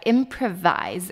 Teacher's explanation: Improvise 跟改进完全没有关系哦，它的重音呢在最前面的地方